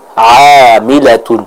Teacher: Adapun untuk huruf ain, maka keluarnya dari tenggorokan bagian tengah.